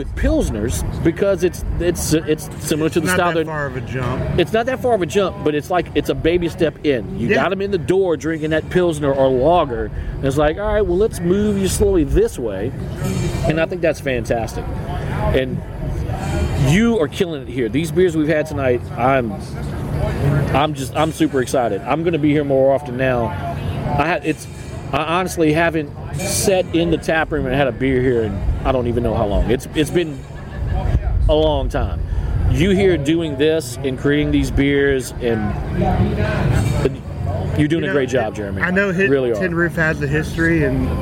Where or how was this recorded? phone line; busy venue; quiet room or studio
busy venue